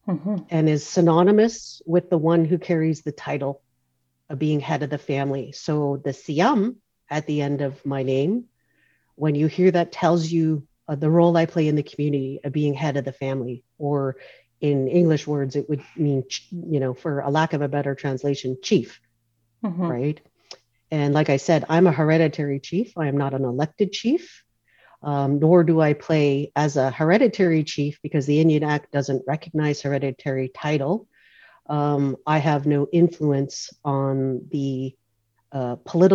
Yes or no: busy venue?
no